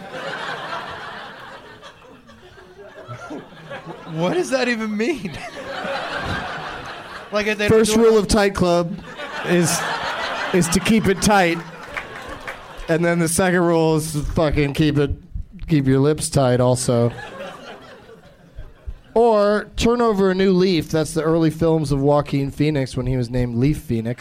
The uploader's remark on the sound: Live from Zanies in Rosemont, IL